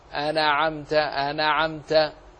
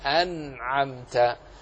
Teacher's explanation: النون من الحروف البينية التي توسطت بين الشدة والرخاوة، ففيها نوع من جريان الصوت، فلا داعي إلى قلقلتها · Shown in: second take